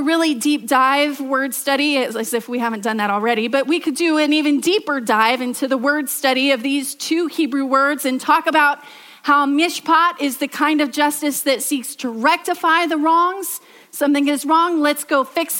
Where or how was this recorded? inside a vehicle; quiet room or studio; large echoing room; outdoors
large echoing room